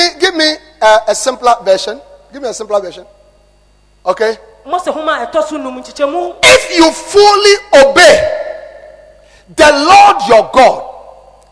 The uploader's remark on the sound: Preached at The Anagkazo Assemblies Cathedral